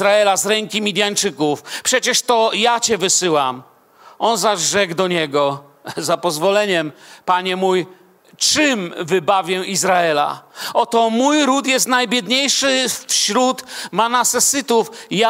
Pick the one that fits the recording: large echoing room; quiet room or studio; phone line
large echoing room